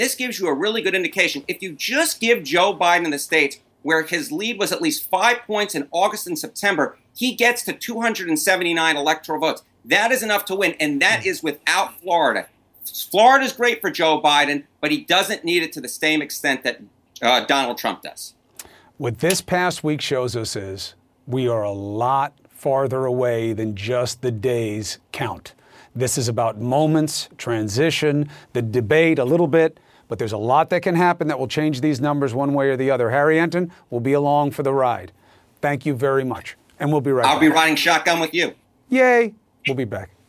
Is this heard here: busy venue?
no